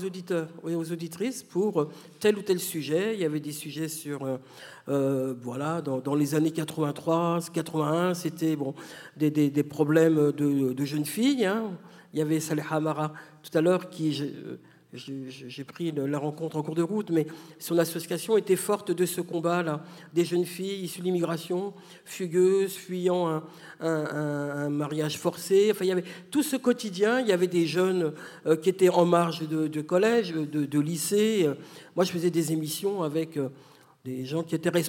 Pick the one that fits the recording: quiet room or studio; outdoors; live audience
live audience